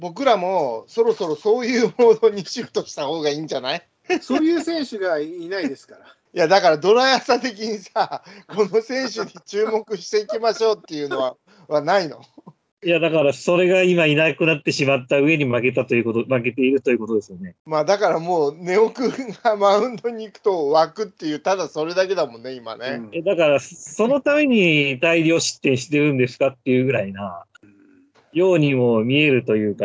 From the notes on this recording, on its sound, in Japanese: 今回はリモートで音声が悪いです。